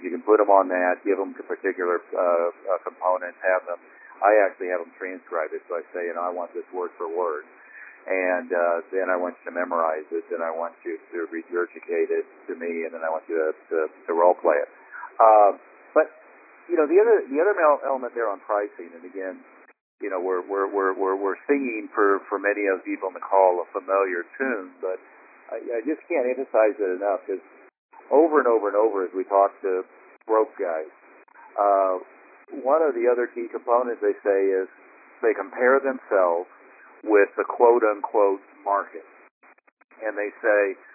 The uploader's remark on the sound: Maximum Impact Monthly Teleconference. Host a regular “Best Practices” conference call for all Maximum Impact Members and above.